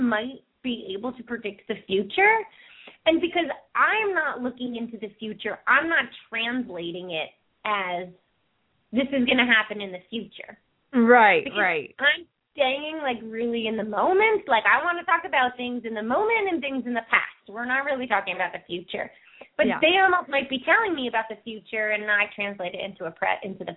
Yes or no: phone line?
yes